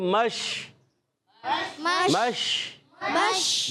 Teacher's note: اچھا آگے مشرقین میں میم کو شین سے ملائیں گے، شین میں تفشی ہوتی ہے، ایک صفت پائی جاتی ہے جس کا نام ہے تفشی، یعنی منہ میں آواز کا پھیل جانا